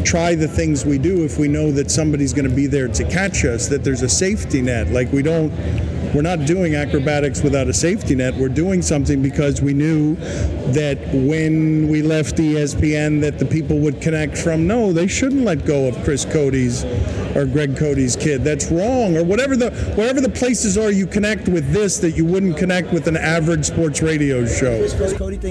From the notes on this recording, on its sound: Some of the audio quality isn't the best, but that's what we get for trying to record a podcast during a rager!